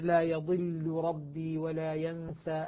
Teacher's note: أو مثلا: لا يضل ربي ولا ينسى، اللام مع الراء متقاربين، ولكن اللام لا تدغم في الراء بسبب التثقيل وهو التشديد